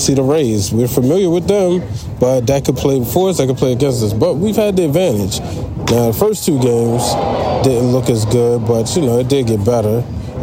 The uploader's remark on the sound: Live at Oriole Park at Camden Yards. The Baltimore Orioles' Postseaon workout.